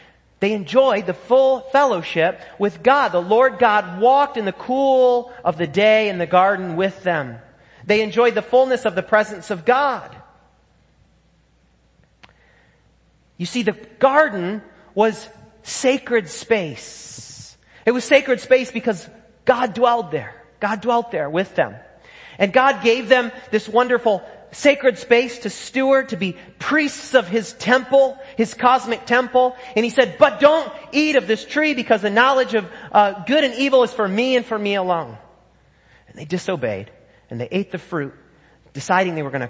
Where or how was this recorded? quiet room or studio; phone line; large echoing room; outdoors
large echoing room